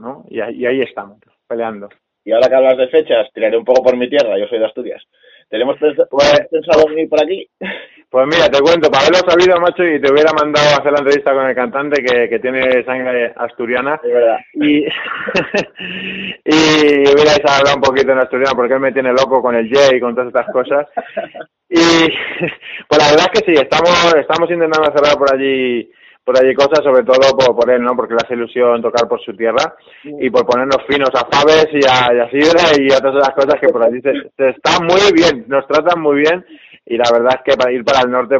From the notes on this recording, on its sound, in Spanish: Entrevista telefónica